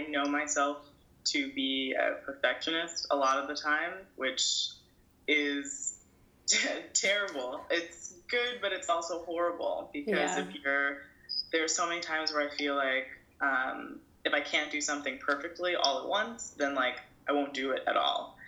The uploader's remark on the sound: This episode was recorded over Skype.